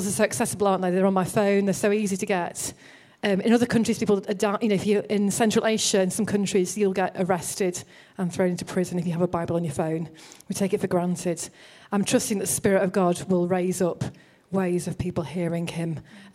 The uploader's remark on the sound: Recorded at Proximity 2019.